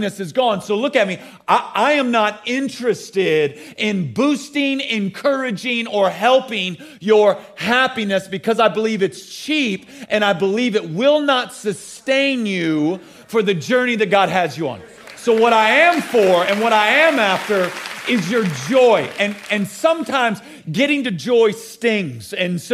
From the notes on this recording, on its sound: at the Code Orange Revival Conference at Elevation Church